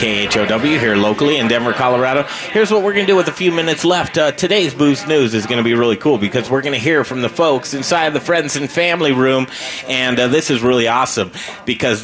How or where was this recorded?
busy venue